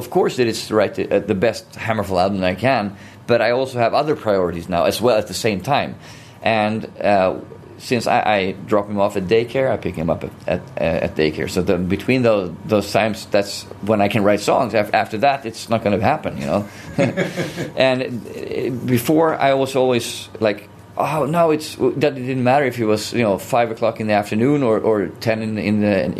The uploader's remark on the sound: just before their amazing headliner gig at the Bang Your Head Festival 2017